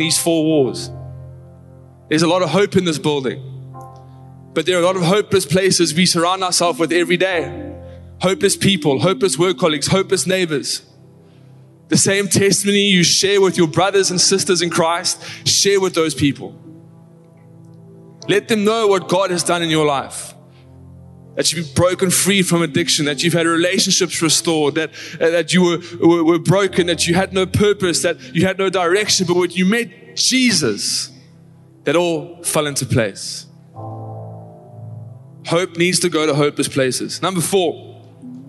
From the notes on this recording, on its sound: Recorded live on Sunday the 19th March 2023